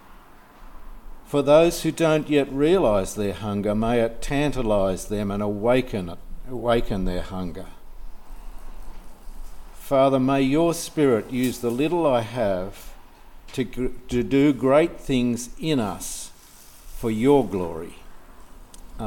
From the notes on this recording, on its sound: This sermon was preached on 14th January 2024 at all services of Helensburgh and Stanwell Park Anglican Church